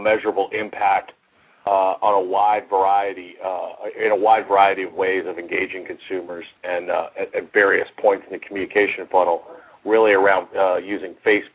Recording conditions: phone line